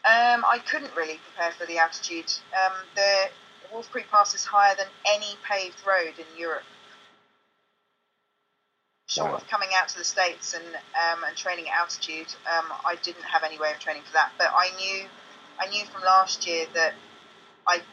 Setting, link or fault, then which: link, phone line